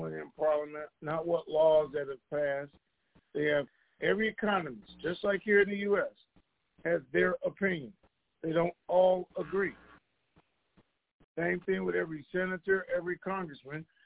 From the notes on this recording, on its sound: TNTSuperfantastic Conference Call.